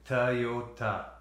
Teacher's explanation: There's a second T there, it's not as pronounced. Oh, it's like the D, right? · Term: a D sound